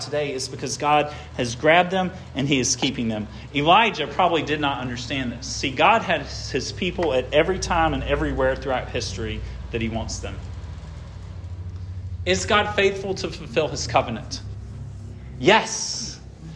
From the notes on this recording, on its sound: This sermon was preached at Hope Fellowship